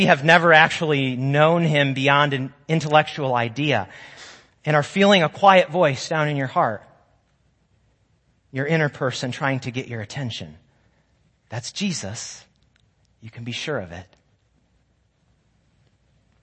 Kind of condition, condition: setting, large echoing room